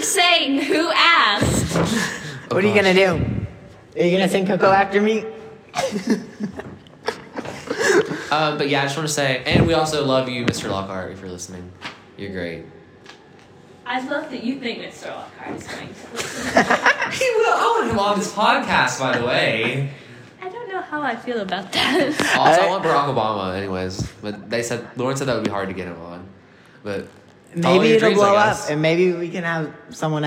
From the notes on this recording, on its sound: We'd also like to apologize for the echo! Since this is a starting podcast, the sound quality isn't the best!